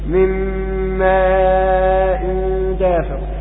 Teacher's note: غنة الميم بتاعت ماء، لأن أنا أنطق ماء الميم مشددة. إذن فهو إضغام كامل ولكنه بغنة · Term: إضغام كامل بغنة